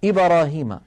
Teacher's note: الباء تميل إلى الفتحة، وهذا أمر لا يصح